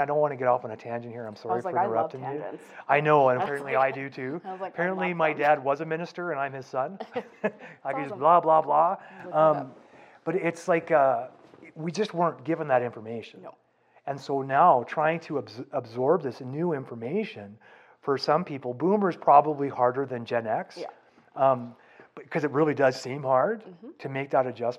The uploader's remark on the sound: Stops by with a couple of their friends for an audience.